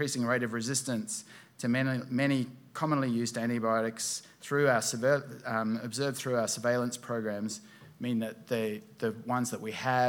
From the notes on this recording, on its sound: This week our podcast takes you to a keynote presentation. At the DMTC Conference in Canberra.